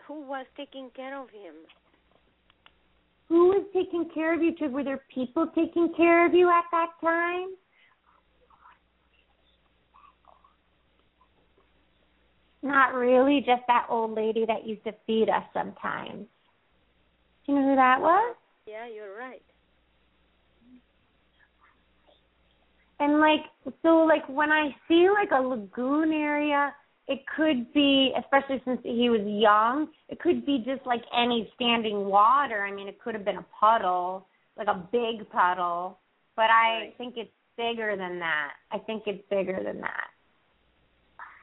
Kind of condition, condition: link, phone line